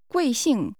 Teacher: This is pronounced with two falling tones.